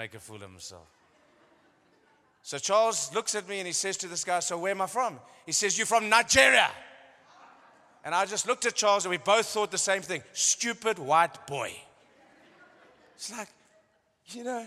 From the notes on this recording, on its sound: The following messages are ones that were recorded live at our venue.